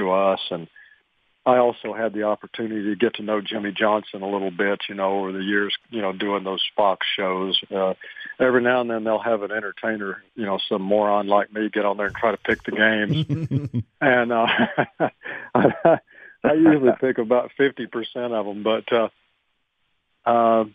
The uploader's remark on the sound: called in to the Ben and Skin show